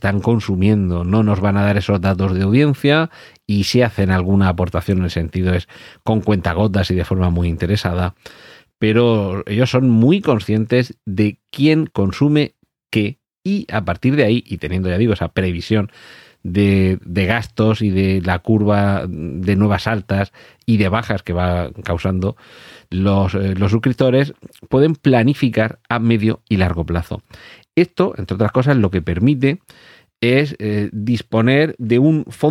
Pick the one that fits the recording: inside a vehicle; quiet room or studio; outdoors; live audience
quiet room or studio